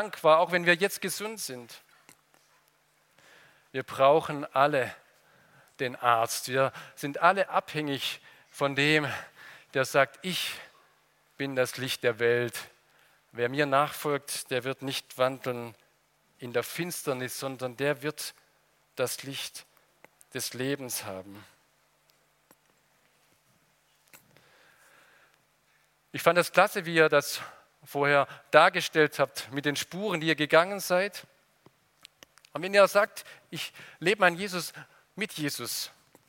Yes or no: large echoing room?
yes